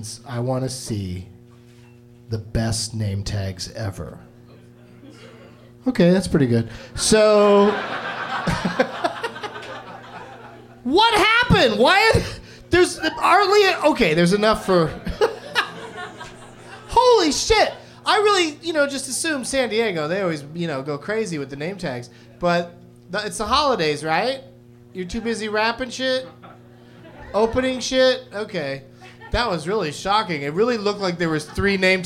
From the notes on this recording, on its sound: Live from the American Comedy Co. In San Diego.